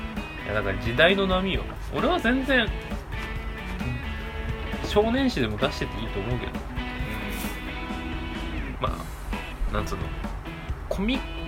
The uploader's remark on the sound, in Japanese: 録音機材：iPhone7。